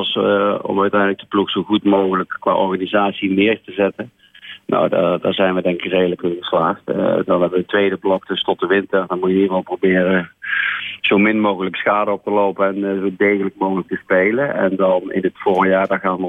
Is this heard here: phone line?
yes